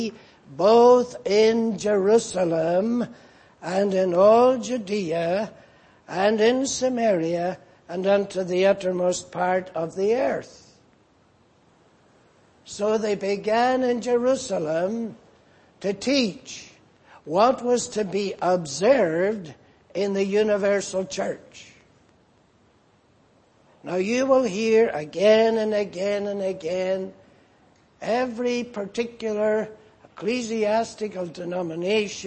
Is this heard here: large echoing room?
yes